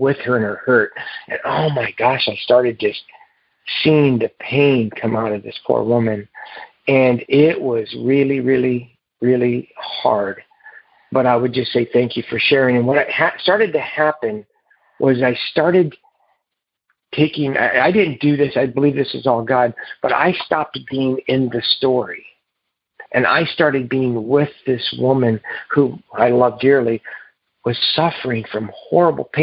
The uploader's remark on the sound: Noon Phone Speaker Meeting